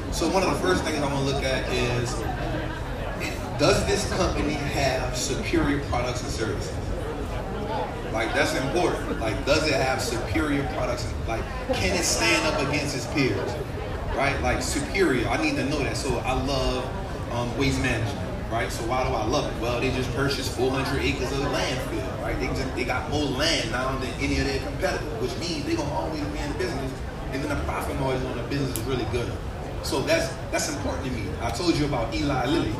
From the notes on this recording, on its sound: Live from South by South West 2022. Live Sounds from SxSW 2022!